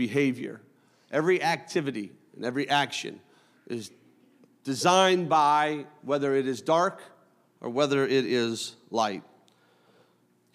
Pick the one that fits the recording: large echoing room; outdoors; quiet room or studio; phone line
large echoing room